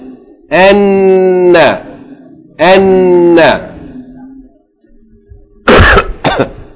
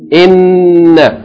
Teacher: Shadda means the letter is doubled, so you have to hold it.